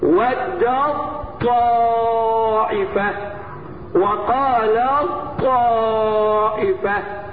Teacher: بعد الدال بتاعت ودت نطقت ايه طاء مشدده وبعد اللام بتاعت قالت طاء نطقت ايه طاء مشدد · Term: ادغام كامل